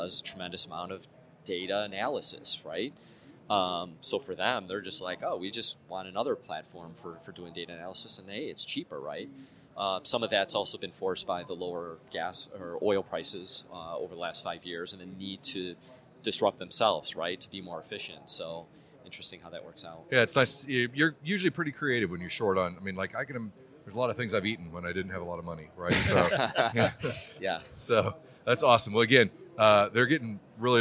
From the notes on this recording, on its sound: joins us live on The Hot Aisle during Day 3 of Dell EMC World 2017